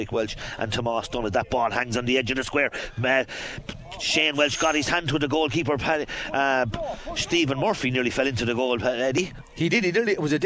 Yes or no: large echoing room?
no